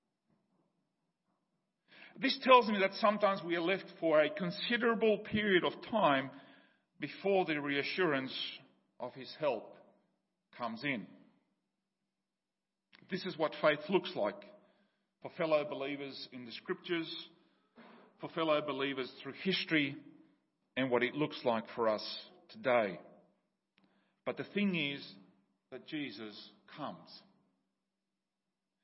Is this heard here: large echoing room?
yes